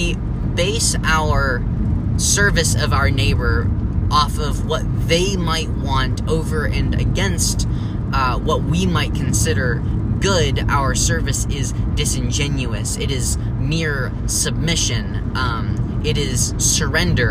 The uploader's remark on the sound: in the car